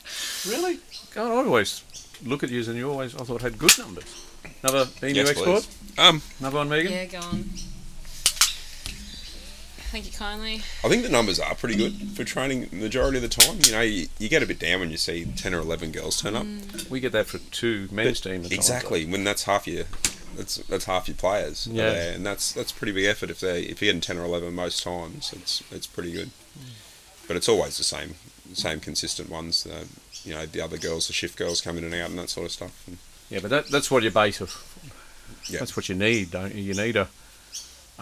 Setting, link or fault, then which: fault, sounds in the background